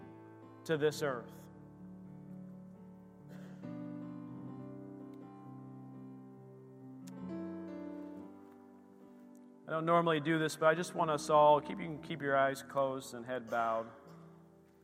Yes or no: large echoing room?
yes